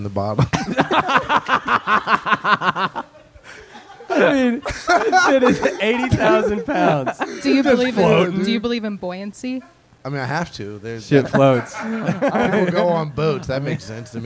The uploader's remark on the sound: This live talk show is recorded in front of a human audience on Sundays at Chameleon in Northside, Cincinnati.